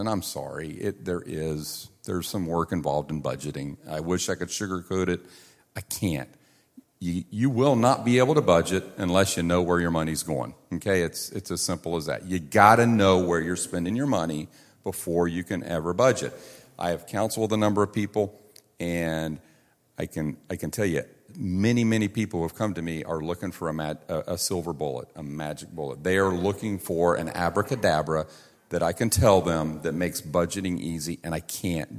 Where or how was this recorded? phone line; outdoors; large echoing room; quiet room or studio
large echoing room